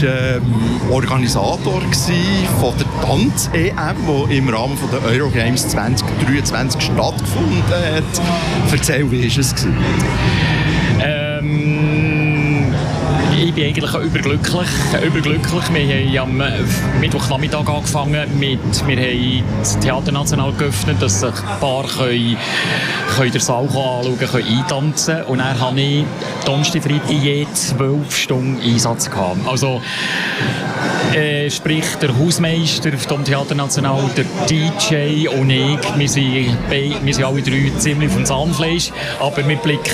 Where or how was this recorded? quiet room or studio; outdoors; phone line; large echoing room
outdoors